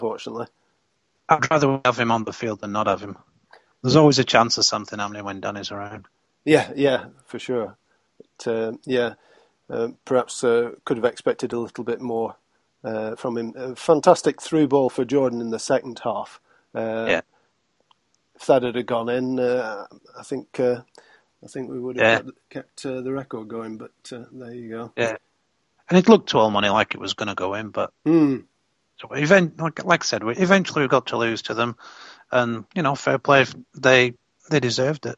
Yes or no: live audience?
no